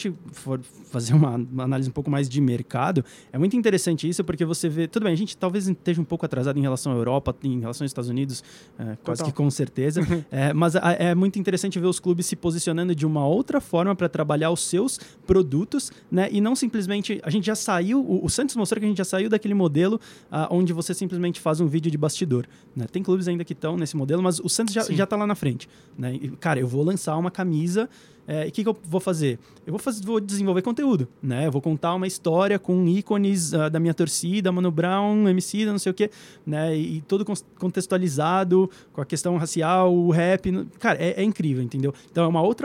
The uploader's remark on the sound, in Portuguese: Direto do Spotify Summit, gravamos esse episódio